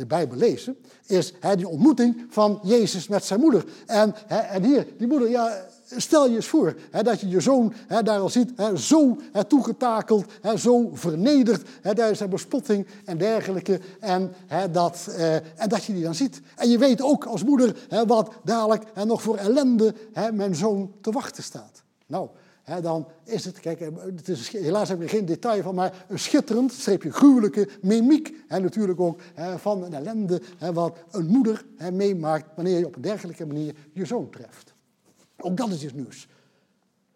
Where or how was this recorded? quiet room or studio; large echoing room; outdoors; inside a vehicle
large echoing room